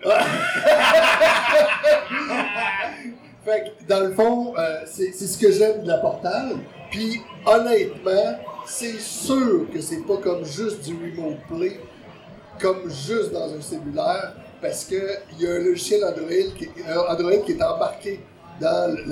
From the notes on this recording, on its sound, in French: Spécial LIVE au Bar Arcade MacFly. Épisode enregistré LIVE devant public au bar arcade MacFly à Québec. En plein milieu du bar arcade. Ayant eu un petit soucis technique pour l'enregistrement de l'épisode, la qualité audio n'est pas optimale.